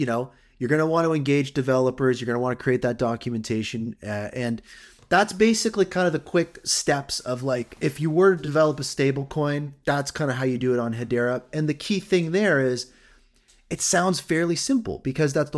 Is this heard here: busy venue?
no